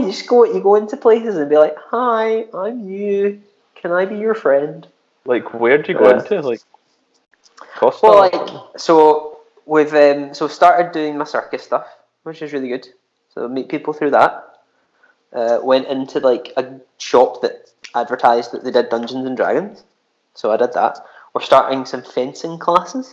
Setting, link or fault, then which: fault, poor sound quality